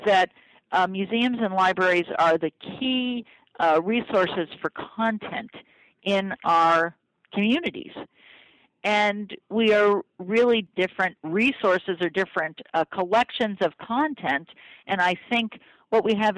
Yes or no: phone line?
yes